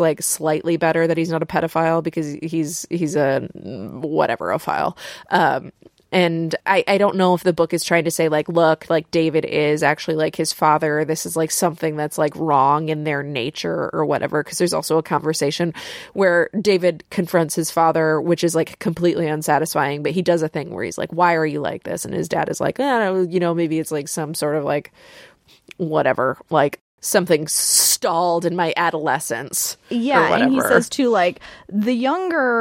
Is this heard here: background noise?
no